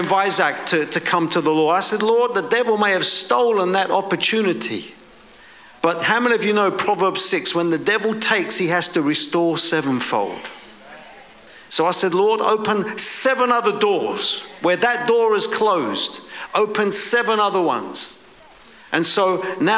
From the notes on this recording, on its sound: preaching at a Church in Boston